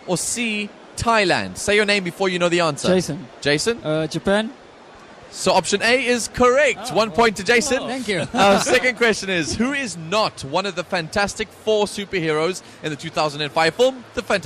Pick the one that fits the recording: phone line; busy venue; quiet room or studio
busy venue